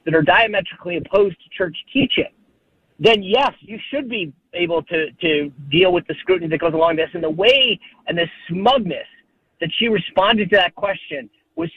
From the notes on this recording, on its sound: hits the phones